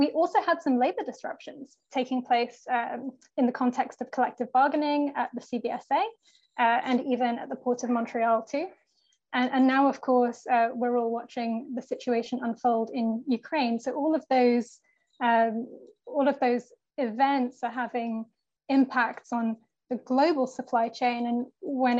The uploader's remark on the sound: This episode is an except from our Annual Trade Conference, which took place virtually on March 8th, 2022.